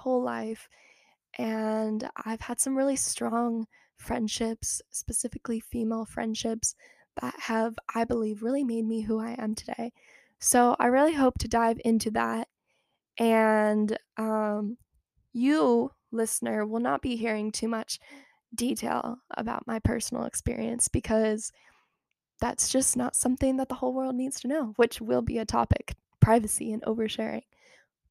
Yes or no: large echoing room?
no